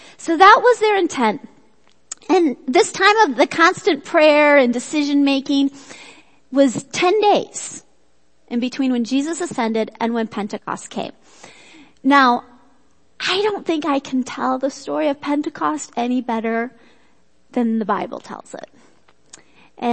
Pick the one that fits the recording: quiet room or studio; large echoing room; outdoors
large echoing room